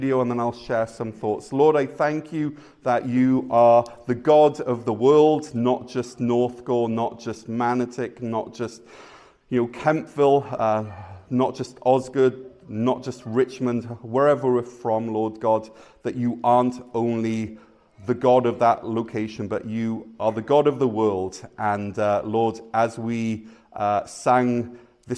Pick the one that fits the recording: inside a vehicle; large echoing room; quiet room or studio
large echoing room